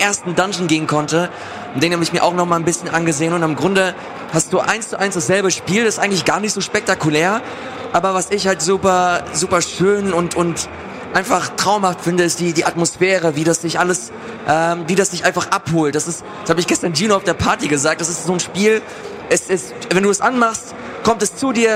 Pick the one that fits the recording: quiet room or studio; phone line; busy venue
busy venue